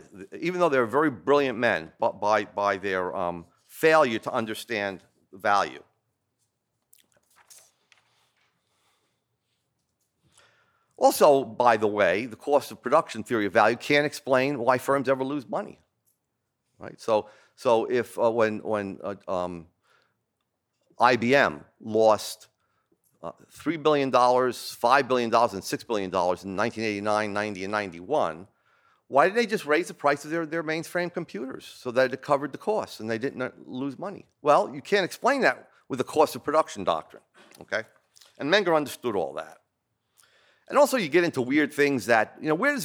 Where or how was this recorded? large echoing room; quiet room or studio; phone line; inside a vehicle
large echoing room